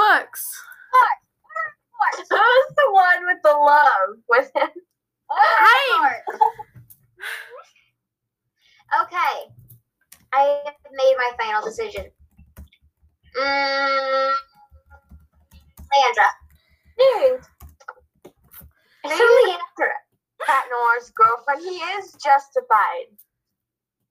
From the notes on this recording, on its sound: Sorry about the background noises!